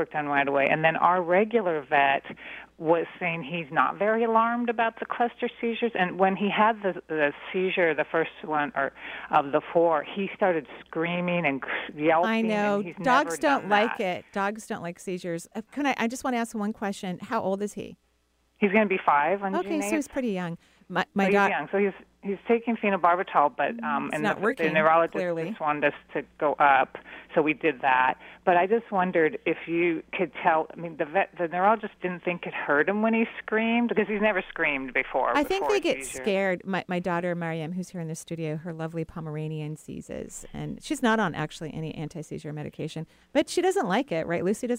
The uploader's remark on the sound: Enjoy this call in show